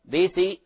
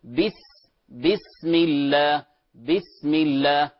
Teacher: ولا تقلقل السين في قولك بسم الله · Shown in: second take · بسي لا، فهذه سين فيها همس، فيها همس، فنقول بس بسم الله بسم الله وهكذا، وتحقق الكسرة في قولك، لا نقول بس بسم الله.